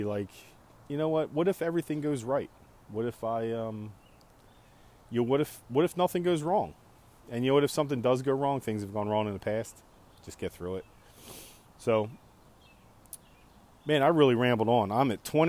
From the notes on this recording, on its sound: Outside smoking a couple pork loins and ribs riffin on some thoughts.